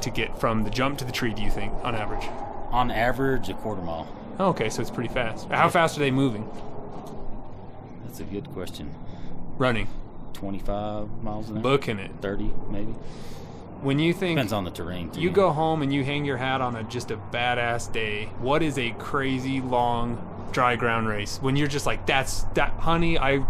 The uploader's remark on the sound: All Mixed Up is once again on the road! Head to Kirtland, NM to correspond LIVE at Horses, Hounds, and Mules.